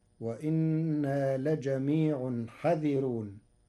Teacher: قرأ ورش كلمة حاذرون بحذف الألف بعد الحاء مع ترقيق الراء فتصير وإنا لجميع حذرون.